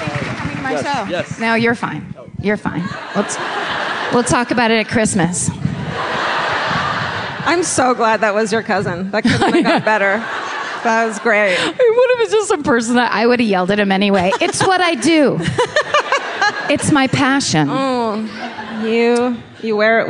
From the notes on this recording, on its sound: Live at The Neptune. Live in Seattle.